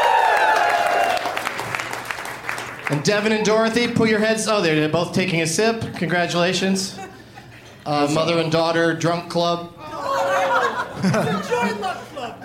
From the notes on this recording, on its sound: Live from Boston's Brighton Music Hall